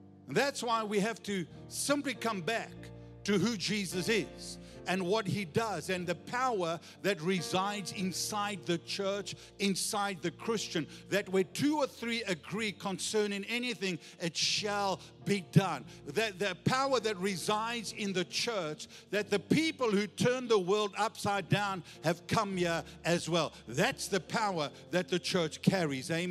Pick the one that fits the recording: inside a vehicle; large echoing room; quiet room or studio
large echoing room